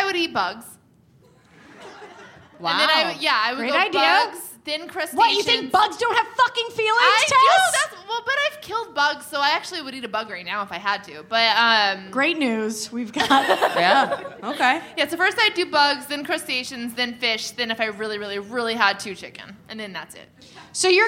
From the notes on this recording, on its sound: The ladies are live from Chicago's Promontory Theater for the Chicago Podcast Festival.